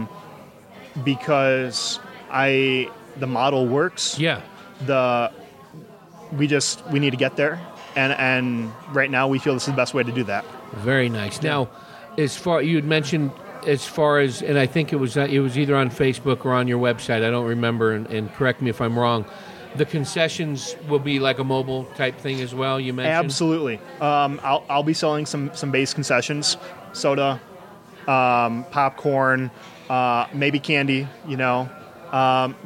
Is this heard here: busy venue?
yes